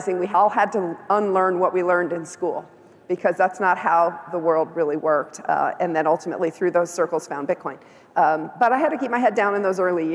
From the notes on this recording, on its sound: A Consensus 2023 panel